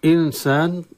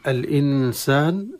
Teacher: النون الساكنة من أحكام النون الساكن والتنوين، تخفى بغنة عند السين، وفيها مد طبيعي ذاتي لا تزيد عن حركتين، وهذا المد